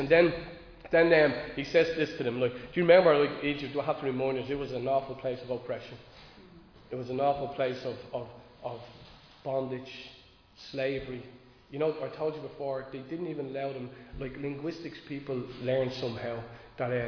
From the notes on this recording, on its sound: Recorded live in Liberty Church